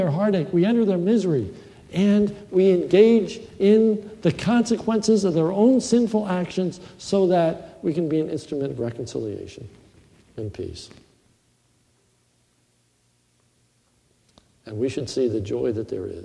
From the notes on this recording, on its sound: This is a sermon recorded at Lebanon Bible Fellowship Church in Lebanon , PA on 12/06/2015 during the morning service